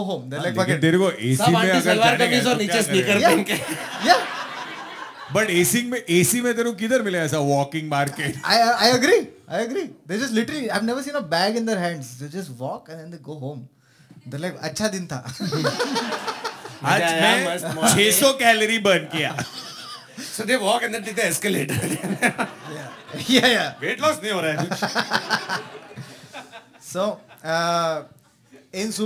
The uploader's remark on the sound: This is our second live show